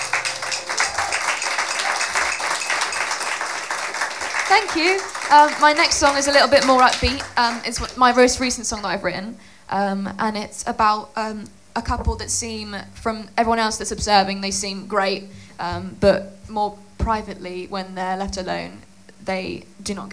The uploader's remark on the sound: recorded at The Portland Arms